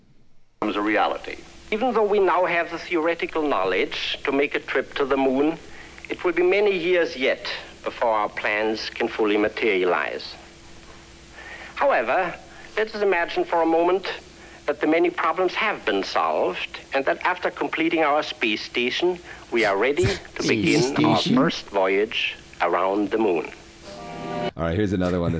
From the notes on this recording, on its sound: Phone calls.